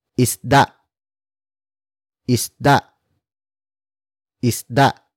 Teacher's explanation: Note the glottal stop at the end.